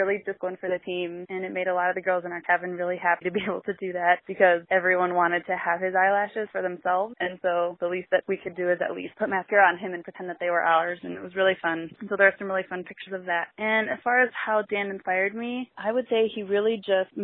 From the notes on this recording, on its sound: listeners, friends, and family called in and briefly answered three questions